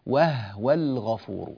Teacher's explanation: وهو الغفور قالون يسكن الهاء، فلنتنبه لهذا، ولا نقلقل الهاء ولا نحركها بالضم، لا نقول وهو الغفور، لا، وهو الغفور بسكون الهاء بوضوح، بارك الله فيكم.